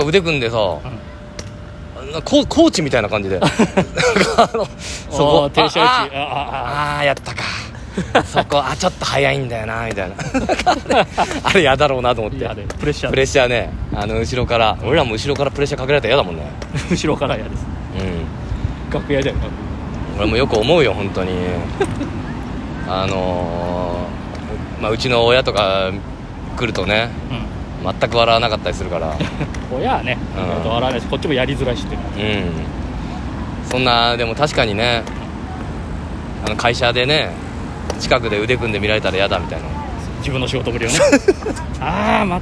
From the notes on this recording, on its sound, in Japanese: 歩き収録。From Radiotalk。